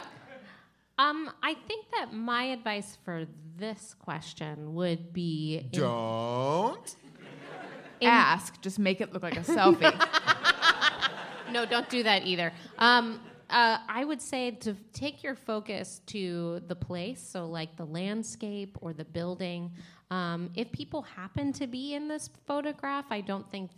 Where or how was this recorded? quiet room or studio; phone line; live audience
live audience